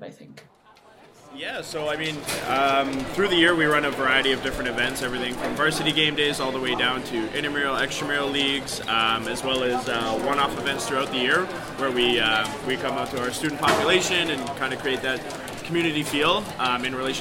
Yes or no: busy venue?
yes